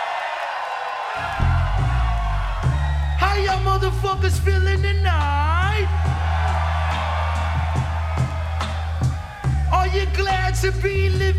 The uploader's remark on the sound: Live From NPR Music And SXSW 2016